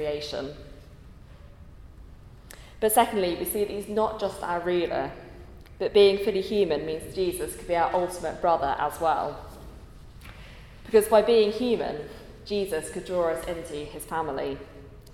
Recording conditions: large echoing room